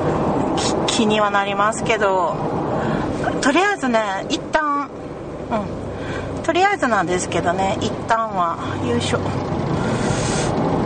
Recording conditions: inside a vehicle